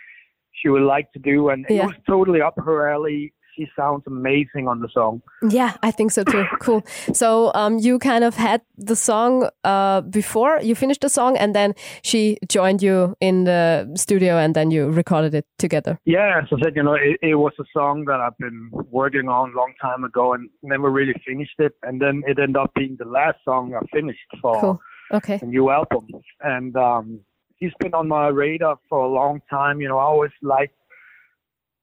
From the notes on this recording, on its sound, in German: Telefoninterview